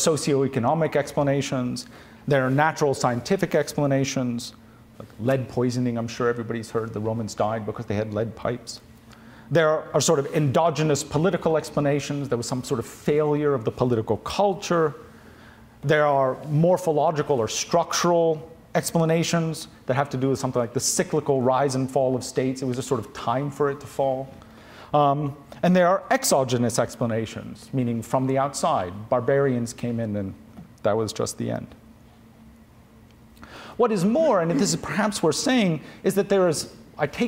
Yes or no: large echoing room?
yes